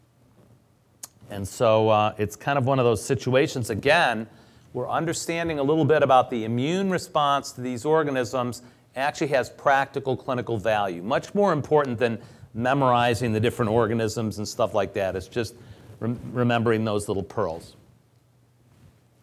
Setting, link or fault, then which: setting, live audience